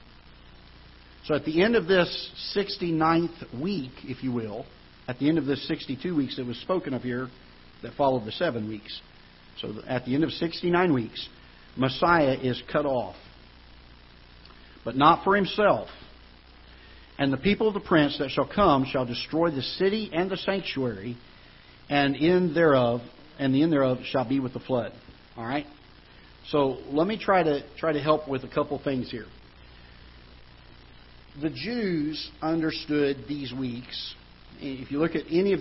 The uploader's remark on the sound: Ketha Heights Baptist Church ~ Live Broadcast